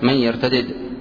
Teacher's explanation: قرأ نافع وابن عامر بالفك من يرتدد، وهو لغة، أي الفك لغة الحجازيين. وقرأ الباقون بالإدغام، وهو لغة غير الحجازيين من بني تميم وغيرهم.